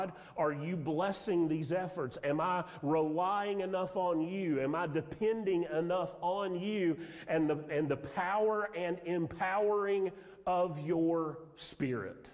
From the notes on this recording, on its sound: Sermon audio from Mission Church in Locust, NC.